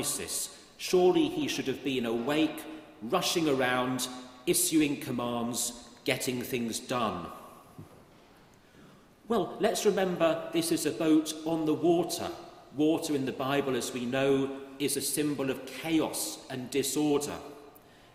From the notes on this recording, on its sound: at Great St Mary's, the University Church, Cambridge